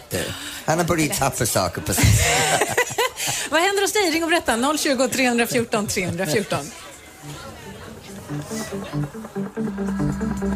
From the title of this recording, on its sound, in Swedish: Live från Liseberg